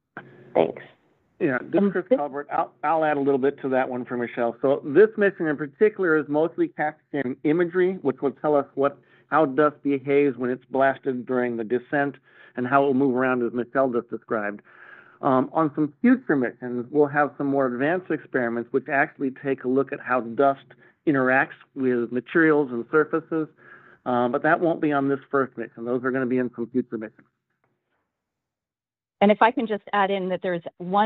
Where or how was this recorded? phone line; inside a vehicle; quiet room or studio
phone line